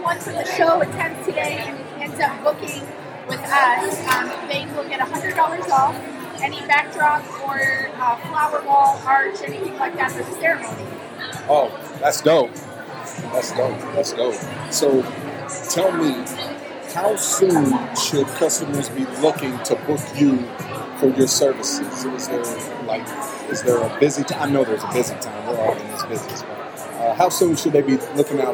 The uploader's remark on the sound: Is live from the 2023 Columbus Bridal Soiree presented by Camela Lynn Weddings & Events interviewing vendors.